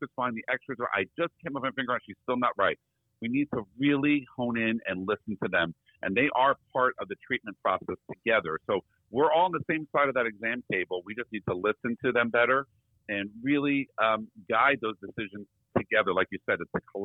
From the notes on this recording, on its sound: When you get two of the biggest personalities in the veterinary industry together on the phone